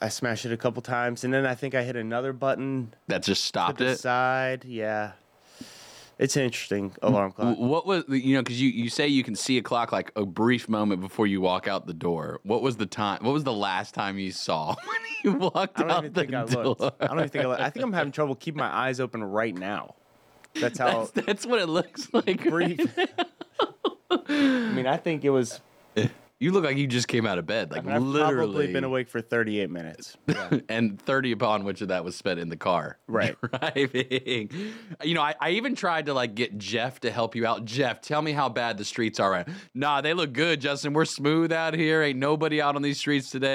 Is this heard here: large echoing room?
no